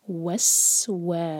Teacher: جب ہم واو پڑھیں گے تو ہمارے ہوٹ گول ہونے چاہیے. وس و، من شر ذل وس و، سین ساکن پر وسل ساؤنڈ، سیٹی جیسی آواز.